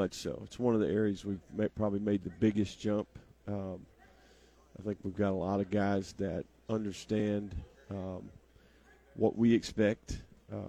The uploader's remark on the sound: LIVE from Pro Day